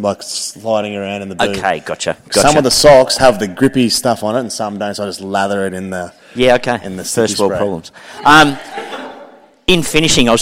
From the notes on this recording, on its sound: Live Show Audio. The audio from our live show.